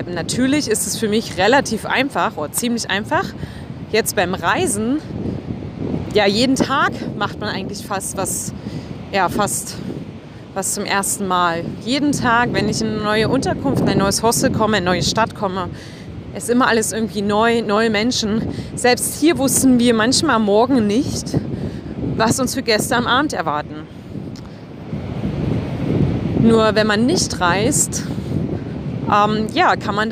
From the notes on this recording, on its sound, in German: Diese Episode habe ich am Strand von Piha an der Westküste von Neuseeland aufgenommen. Ich bitte den schlechten Ton am Anfang zu entschuldigen.